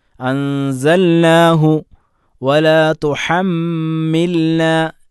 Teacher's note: ഇദ്ഗാമാക്കിക്കൊണ്ടല്ല അൻസൽനാഹു വല തുഹമ്മിൽന ലാമിനെ വ്യക്തമാക്കി തന്നെ ഉച്ചരിക്കണം